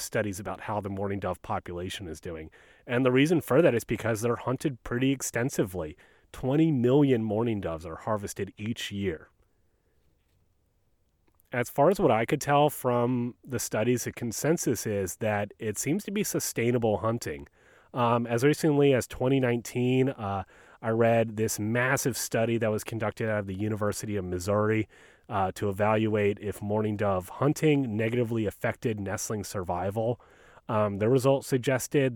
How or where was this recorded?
outdoors